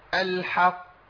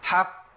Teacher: القاف المشدده الموقوف عليها دي اعلى مراتب القلقله